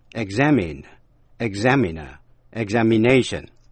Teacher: Danh từ examiner, giám khảo, nhấn mạnh vần nhì. Và danh từ examination, kỳ thi, nhấn mạnh vần ba, tức là vần áp chót.